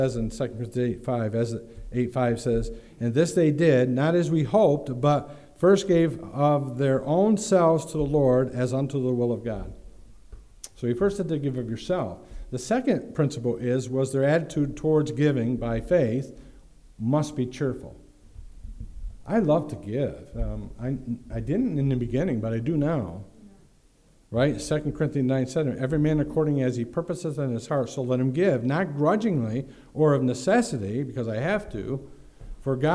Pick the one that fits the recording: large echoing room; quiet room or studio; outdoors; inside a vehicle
large echoing room